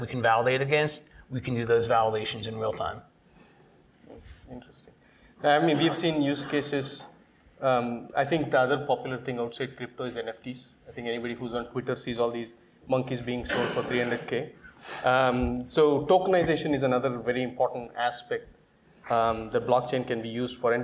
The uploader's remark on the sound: This week’s podcast is from the BAS panel discussion. Bank Automation Summit.